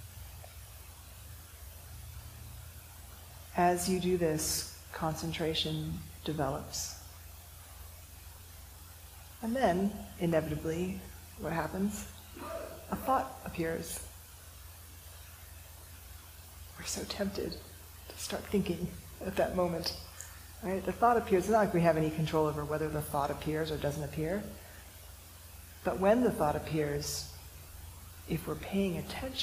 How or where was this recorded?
large echoing room